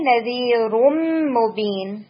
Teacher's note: ادغام کامل ہے اور ادغام بغنہ ہے